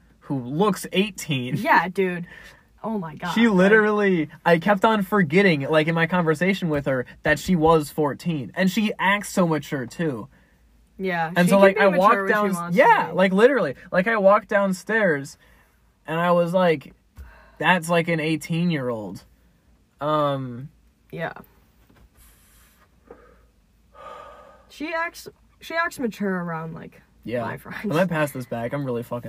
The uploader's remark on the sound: minicast in my car